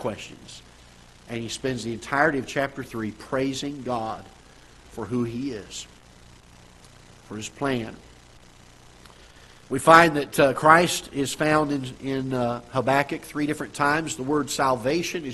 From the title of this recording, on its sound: Ketha Heights Baptist Church ~ Live Broadcast